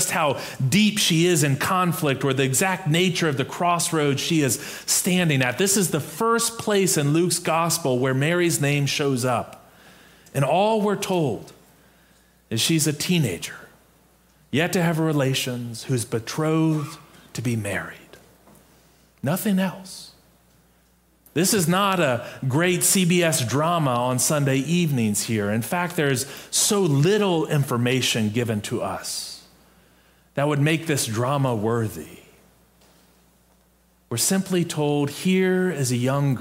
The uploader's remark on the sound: Preached on December 11, 2022, in our MorningSong worship service.